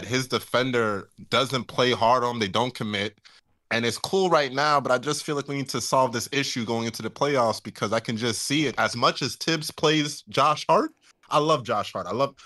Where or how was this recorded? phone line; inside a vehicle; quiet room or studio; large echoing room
quiet room or studio